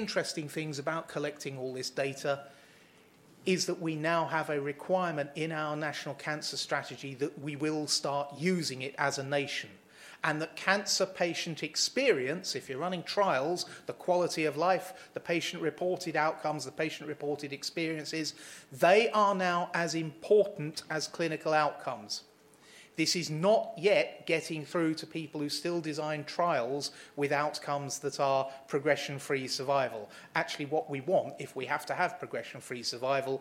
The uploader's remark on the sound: hear a session from the 2019 Patients as Partners EU conference